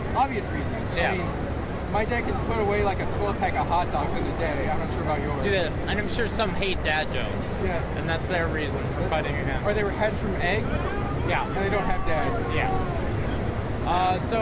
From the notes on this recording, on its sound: Audio interviews I did while at PAX East 2016.